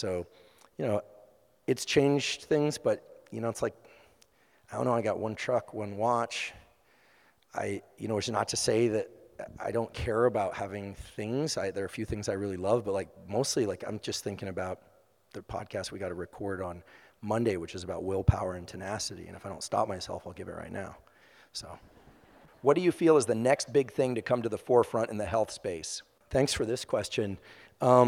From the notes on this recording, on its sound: LIVE EVENT Q&A. Recently I had the pleasure of hosting a live event in Chicago, IL.